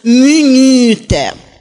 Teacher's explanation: Если ударный слог был огубленным, то есть губы вытягивались в трубочку, вот минута на «у» вытягиваются губы в трубочку, то тогда они будут вытягиваться в трубочку с самого начала слова, и получится «минуте». · Term: Огубленность